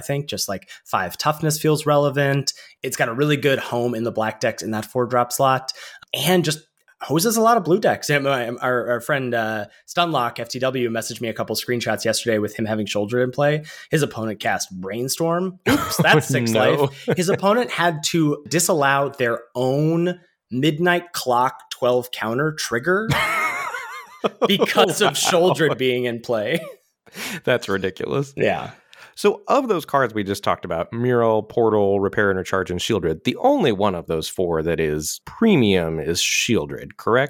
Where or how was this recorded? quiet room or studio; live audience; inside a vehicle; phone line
quiet room or studio